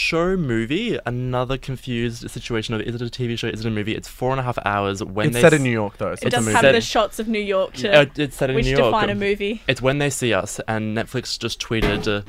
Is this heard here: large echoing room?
no